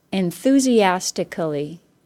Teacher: the stress will remain on the syllable before the ick